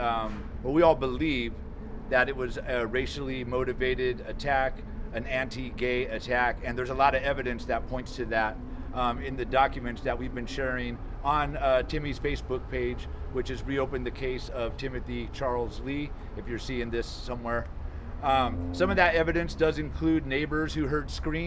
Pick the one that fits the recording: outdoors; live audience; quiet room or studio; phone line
outdoors